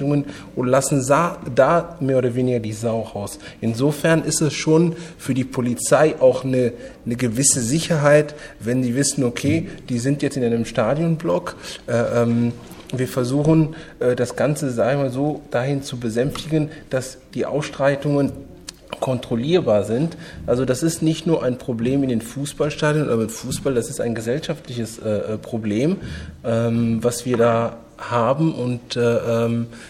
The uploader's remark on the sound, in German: Treffem von über 30 Journalisten und Journalistinnen aus den unterschiedlichsten Medien. In Berlin. Die Podiumsdiskussion zur Eröffnung des Treffens.